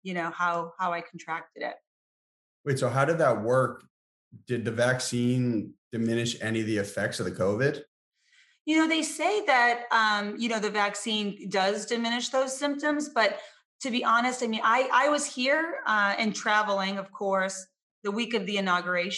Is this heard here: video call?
yes